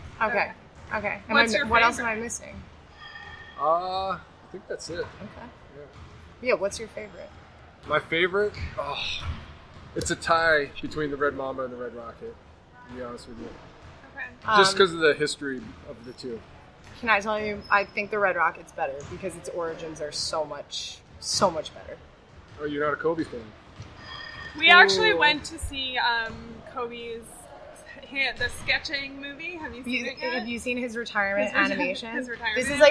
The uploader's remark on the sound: We recorded in a loud gym so be patient with the audio